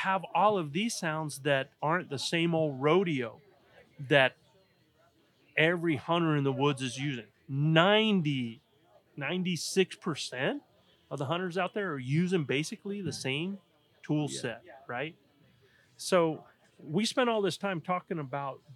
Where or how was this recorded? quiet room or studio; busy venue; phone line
busy venue